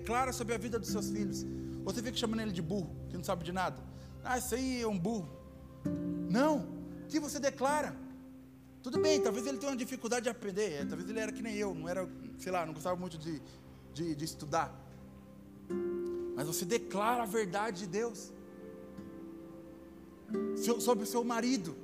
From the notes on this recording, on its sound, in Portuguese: Áudio do Culto de Domingo do dia 31/07/2022.